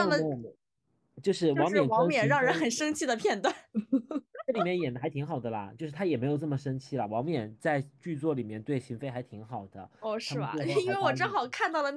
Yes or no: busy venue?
no